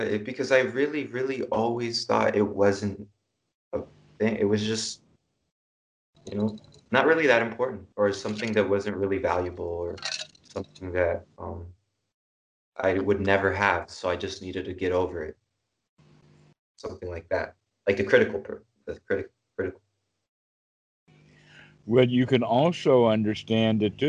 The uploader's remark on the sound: skype calls on this channel